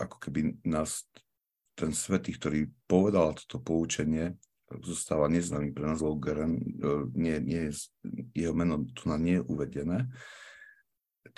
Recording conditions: video call